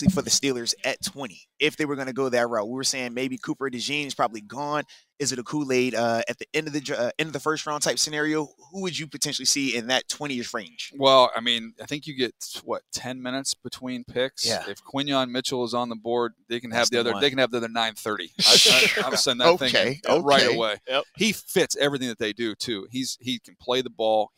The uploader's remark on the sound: HR3: The Blitz LIVE from the NFL Combine.